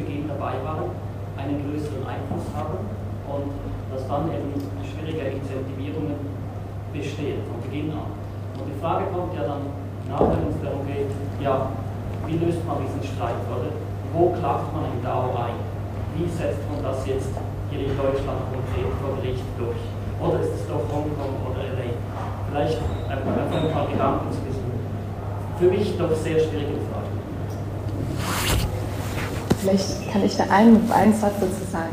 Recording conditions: live audience